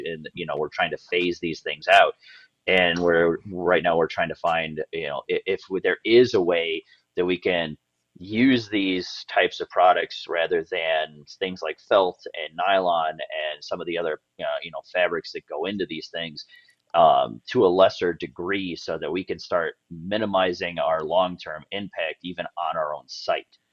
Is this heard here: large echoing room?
no